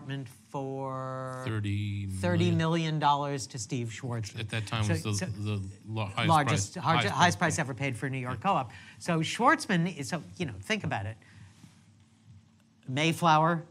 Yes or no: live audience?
yes